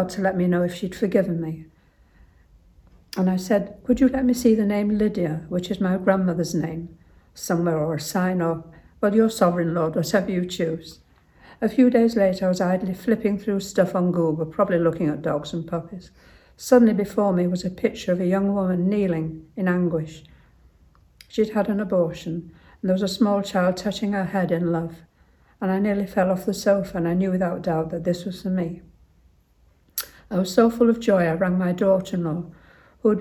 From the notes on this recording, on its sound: recorded in my local church